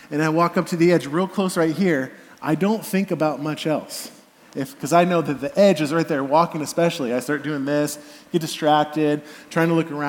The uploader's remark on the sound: Message delivered at the Benicia campus